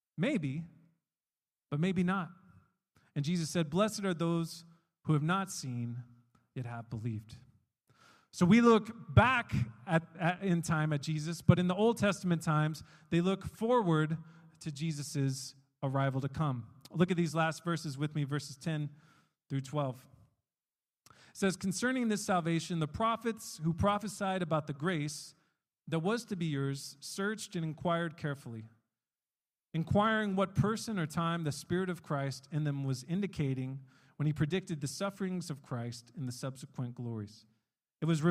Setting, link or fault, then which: setting, large echoing room